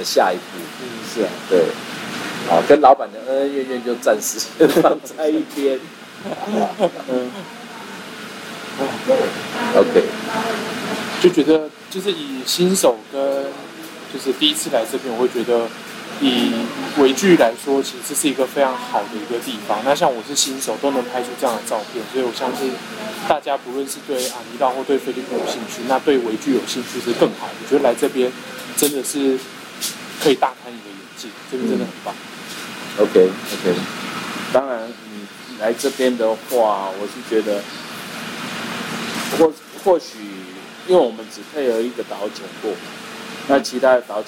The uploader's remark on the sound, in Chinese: 我們移地來到了 菲律賓 八打雁 的 阿尼洛(Anilao)，錄製過程中因為在度假村餐廳，收音方面可能會有些許雜音，請各位聽眾多多見諒～。